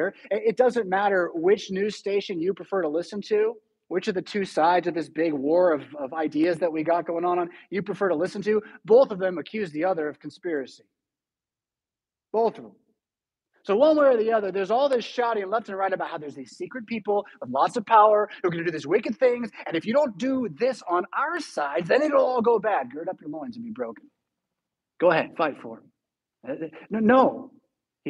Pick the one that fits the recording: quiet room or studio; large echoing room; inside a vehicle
large echoing room